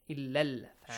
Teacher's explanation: So ألف مد will be changed to a fatha sound. It's no longer a long vowel. · Term: Short vowel